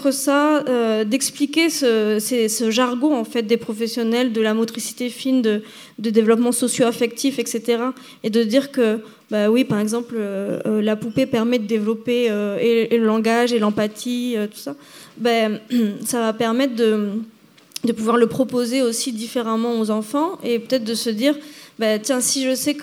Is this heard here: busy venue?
yes